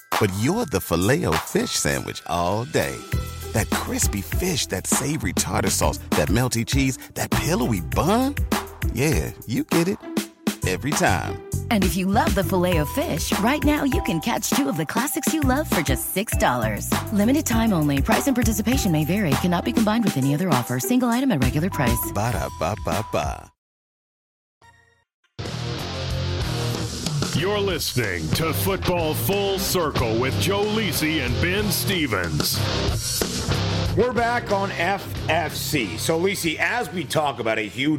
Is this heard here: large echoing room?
no